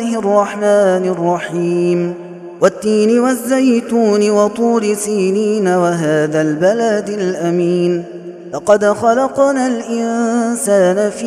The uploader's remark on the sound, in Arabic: هذا التسجيل من صلاة التراويح